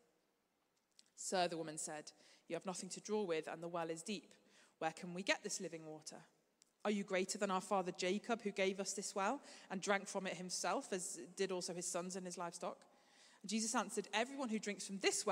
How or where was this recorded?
large echoing room